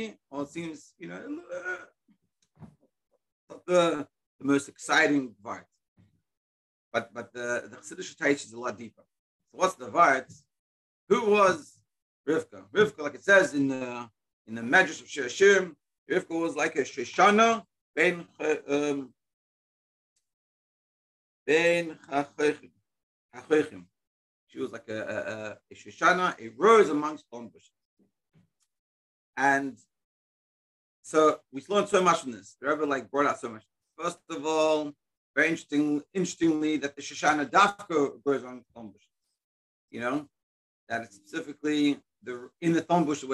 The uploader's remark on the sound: Daily Zoom Shiur